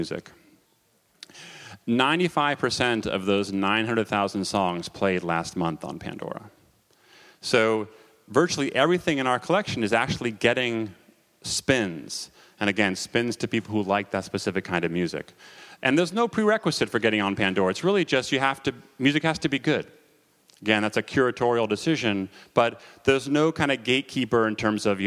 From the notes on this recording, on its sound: Recordings of the panels at the SF MusicTech Summit on September 12, 2011 at the Hotel Kabuki in San Francisco.